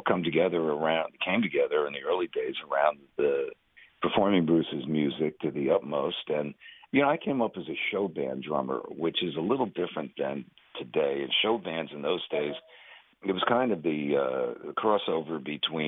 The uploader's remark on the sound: chat by phone